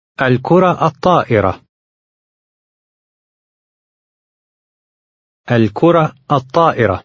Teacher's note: In number 10, the ta marbuta at the end of the first word does not include the t sound. The article in the first word does not assimilate, but the second one does. Also, the words will run together.